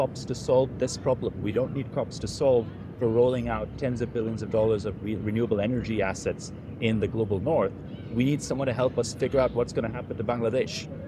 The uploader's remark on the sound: Live from COP28.